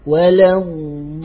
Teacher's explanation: احذر أيها القارئ أن تغلظ أو أن تفخم اللام ها هنا لمجاورتها للضاد لعلة المجانسة والمجاورة.